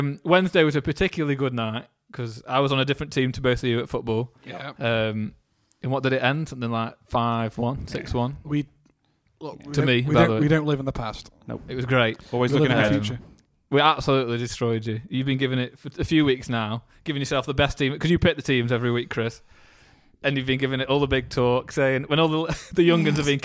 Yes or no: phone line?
no